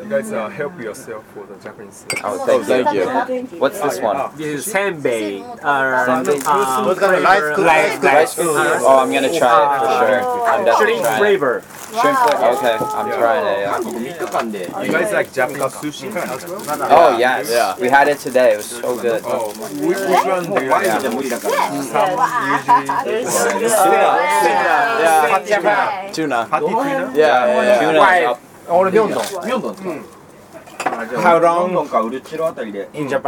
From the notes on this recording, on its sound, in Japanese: 外国人客も増えてSMOCHOらしさが戻って来た！今回の収録は、12月2日に開催したSMOCHO35で開店前から閉店まで断続的に行いました。